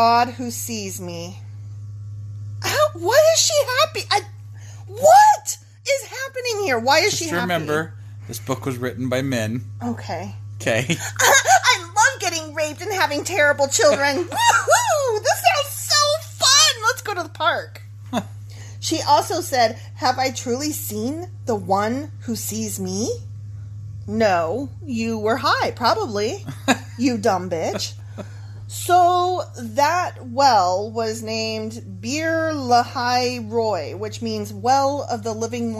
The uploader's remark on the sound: accompanied by the sweet background sound of a running computer